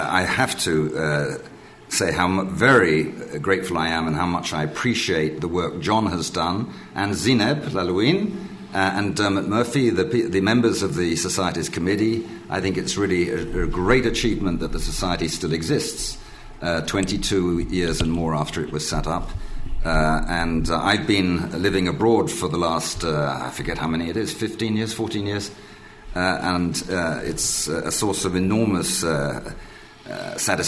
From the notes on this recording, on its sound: In this lecture and book launch